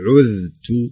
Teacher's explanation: عذت نحاول نبرز الذال ونظهرها، ما تصير مخفية أو مضغمة.